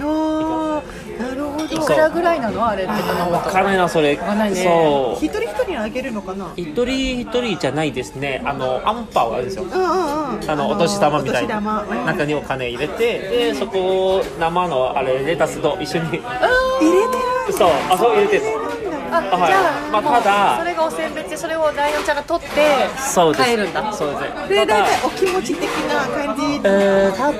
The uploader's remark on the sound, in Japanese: 収録はマレーアジアンクイジーン渋谷店にて行いました。